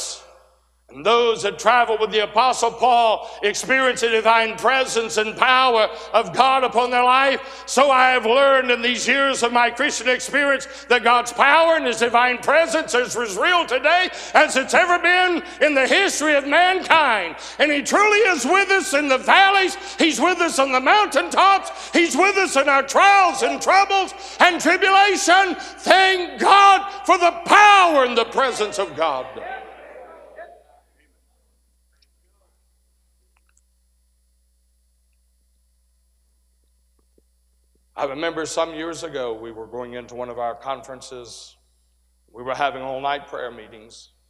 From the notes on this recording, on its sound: 2023 Spring Jubilee. A sermon preached Tuesday Morning during our Spring Jubilee, on March 28, 2023.